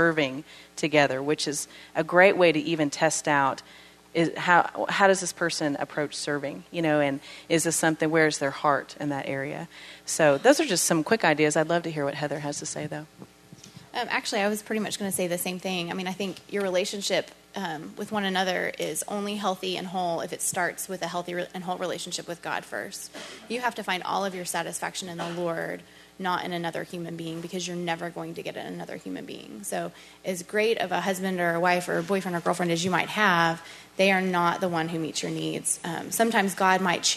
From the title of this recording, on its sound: Panel Discussion and Q&A